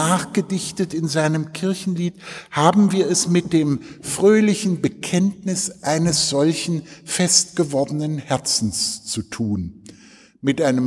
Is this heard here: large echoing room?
yes